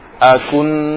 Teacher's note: Nah ini juga perhatikan, ketika seperti ini ya, huruf yang madmumah, yang domah, kemudian setelahnya huruf sukun, setelah bibir maju ketika mengucapkan huruf domah, ketika masuk huruf sukun yang berikutnya langsung mundur bibirnya